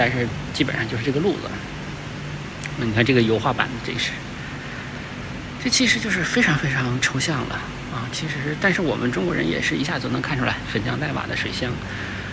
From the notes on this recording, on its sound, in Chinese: 这是一个视频，也没有任何的准备，就是在看展现场一边看一边谈感受。清华艺博。